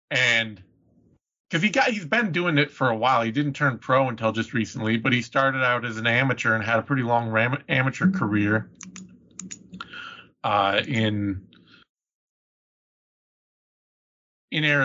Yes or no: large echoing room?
no